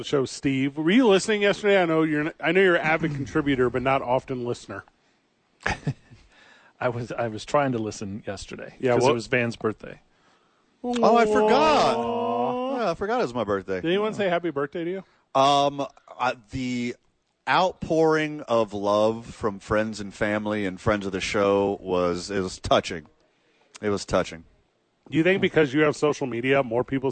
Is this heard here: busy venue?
yes